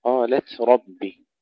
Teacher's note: ننتبه أولا إلى تفخيم الراء في كلمة ربي